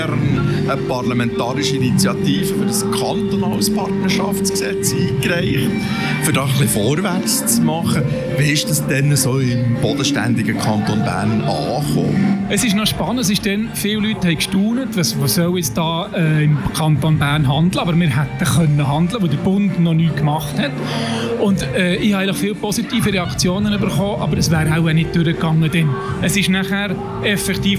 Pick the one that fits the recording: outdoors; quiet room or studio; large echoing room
outdoors